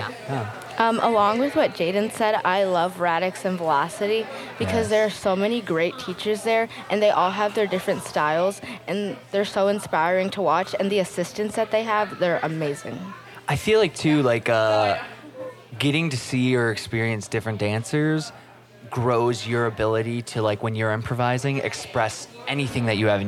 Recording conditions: background noise